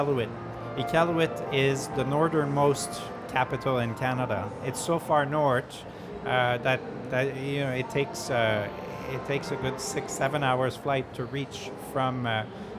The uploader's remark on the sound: Live interview from SIBF 2022. Live from SIBF 2022.